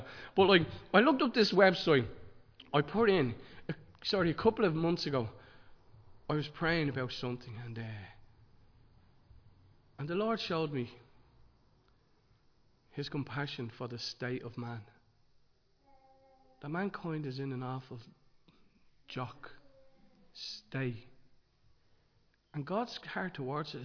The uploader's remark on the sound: Recorded live in Liberty Church on 15 January 2023